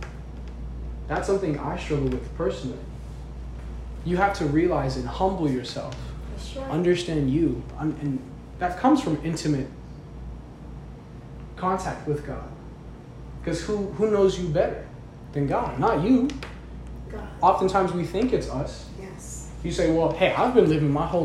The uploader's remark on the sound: This is a recording of a service I gave.